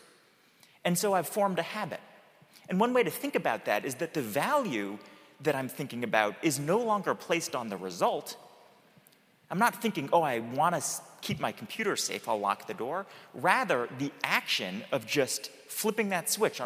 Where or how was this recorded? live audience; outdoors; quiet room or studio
live audience